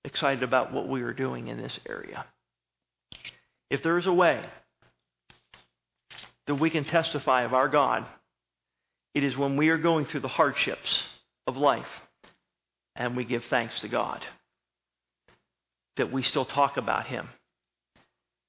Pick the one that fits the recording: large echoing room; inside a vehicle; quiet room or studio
large echoing room